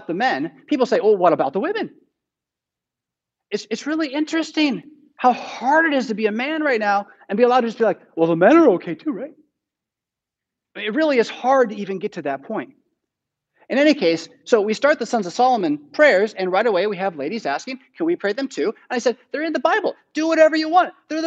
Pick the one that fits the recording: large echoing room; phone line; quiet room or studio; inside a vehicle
large echoing room